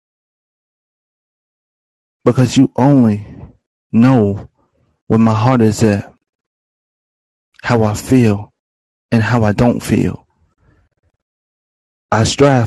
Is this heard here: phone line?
no